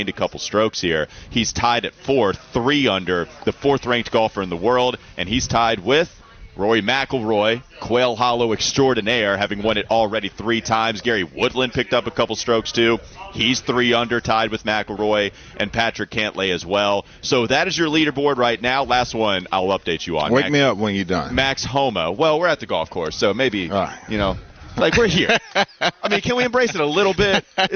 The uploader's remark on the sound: live from the Wells Fargo Championship